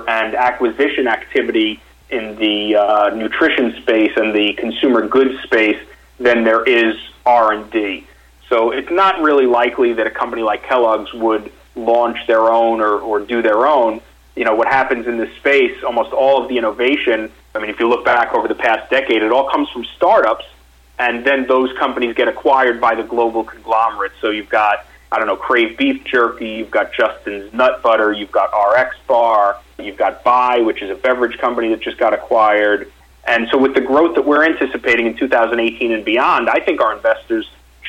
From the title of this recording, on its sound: Investor Conference Call with Nightfood Holdings, Inc. (NGTF)